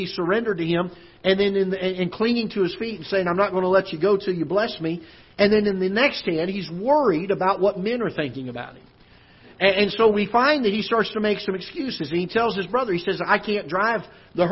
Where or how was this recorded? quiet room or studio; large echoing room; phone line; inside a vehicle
large echoing room